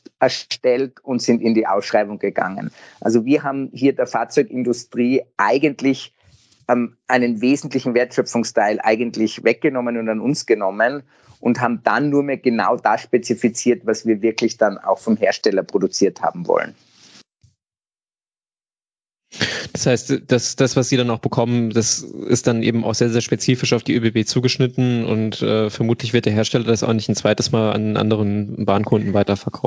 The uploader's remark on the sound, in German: Da wir das Gespräch über eine Microsoft Teams-Besprechung aufnehmen mussten, ist die Audioqualität etwas schlechter als gewohnt.